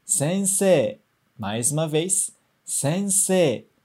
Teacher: E no final do sensei também tem E, I. Mas a gente não pronuncia o I. A gente só prolonga o E.